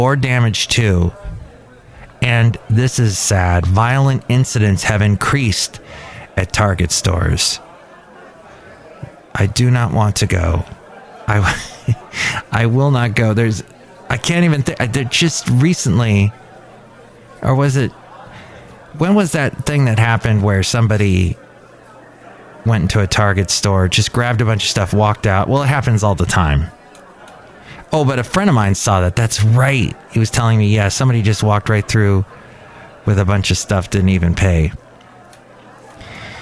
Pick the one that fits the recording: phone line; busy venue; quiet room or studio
busy venue